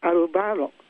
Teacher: スペイン語やイタリア語に似ていると感じた方がおられるかもしれません。これにも理由がありまして、エスペラントでは単語のアクセントが後ろから2番目の音節にあると決まっています。例えば森、漢字の読みを書く森ですが、森のことをアルバロと言いますが、音節はアルバロと3つありますので、後ろから2つ目のバを強く発音します